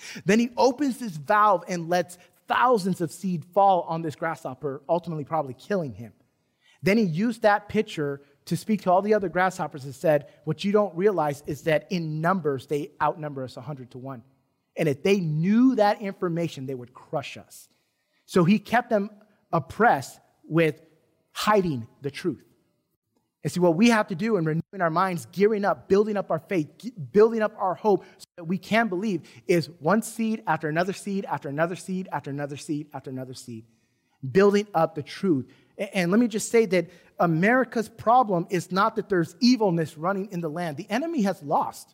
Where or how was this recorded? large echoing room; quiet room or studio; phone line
large echoing room